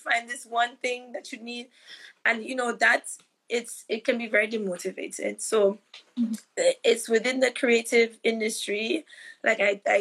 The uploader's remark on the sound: live Instagram interview